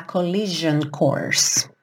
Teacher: esse S vai ter um som de J